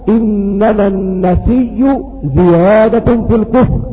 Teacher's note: وكذلك أيضا قرأ ورش في قوله تعالى إنما النسيء زيادة في الكفر، قرأ بإبدال الهمزة ياء وأضغم الياء في الياء